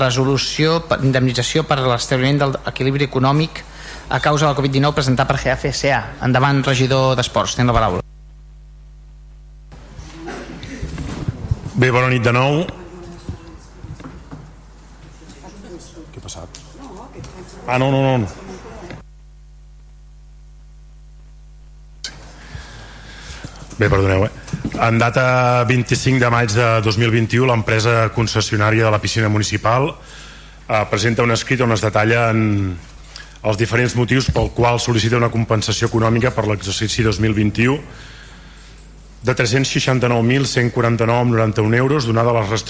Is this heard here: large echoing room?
yes